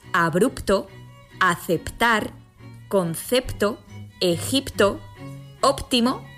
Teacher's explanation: En todos los demás casos en los que encontremos hoy esta secuencia de consonantes, debe evitarse la pérdida de la P, tanto en la grafía como en la pronunciación. Así diremos abrupto, aceptar, concepto, Egipto, óptimo, etc.